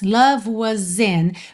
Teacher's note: Percebe que aqui o S acaba tendo um sonzinho de Z para ligar na vogal I.